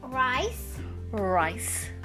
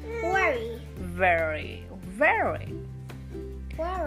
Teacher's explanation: Okay, all I'm trying to say, it doesn't matter where the R comes in the middle, starting or in between, the mouth position will always remain same, the tongue's roll back, and it doesn't touch any part of the mouth